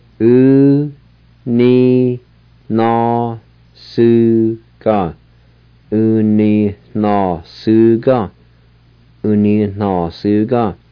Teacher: There's an H sound in between the I and the N.